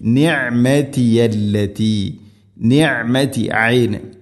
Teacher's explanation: ഐൻ, തൊണ്ടയുടെ മധ്യഭാഗമാണ് ഐനിൻ്റെ മഖ്റജ്.